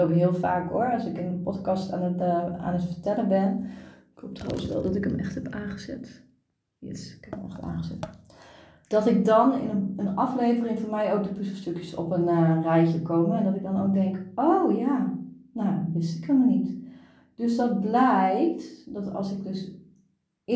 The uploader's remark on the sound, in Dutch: Deze aflevering heb ik opgenomen vanuit ontspanning in bad.